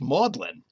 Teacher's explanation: The G and the D disappeared in English for the college name at Oxford